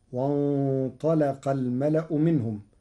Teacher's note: قرأ ورش كلمة وانطلق بتغليظ اللام لمجاورتها للطاء المفخمة المستعلية